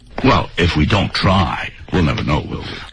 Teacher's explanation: If we don't try, try 说得很重。Wewill，它读成了 will。